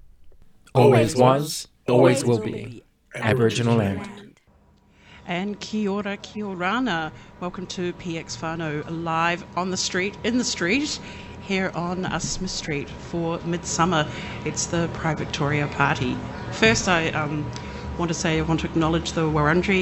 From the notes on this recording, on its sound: PX Whanau Radio live from the streets.